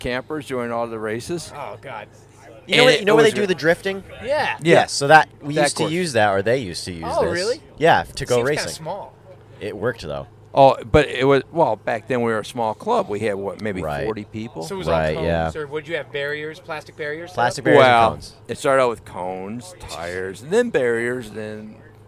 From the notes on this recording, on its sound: Our second show recorded on site at Canaan Motor Club. This time on the night between NHKA races 5 and 6.